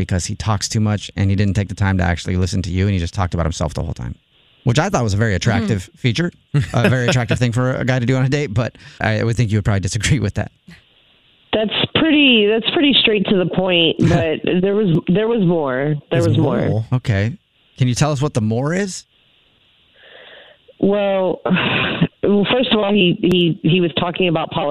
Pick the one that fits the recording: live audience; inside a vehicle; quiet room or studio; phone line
phone line